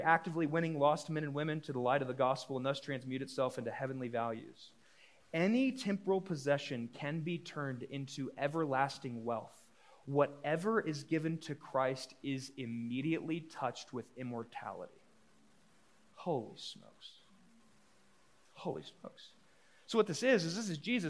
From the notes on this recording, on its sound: A live recorded sermon from the Sunday gathering at The Heights Church Denver on 02/19/23. The following episode is a live recorded sermon from the Sunday gathering at The Heights Church Denver.